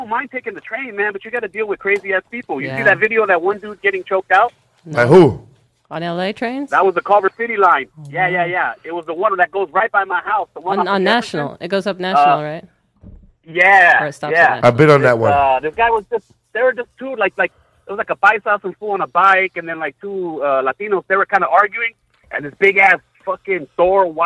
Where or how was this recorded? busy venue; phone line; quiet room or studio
phone line